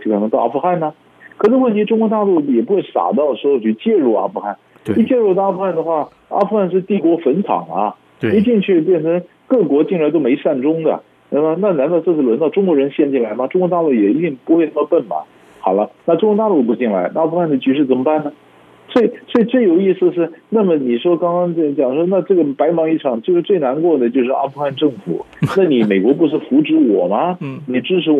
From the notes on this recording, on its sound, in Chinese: 連線訪問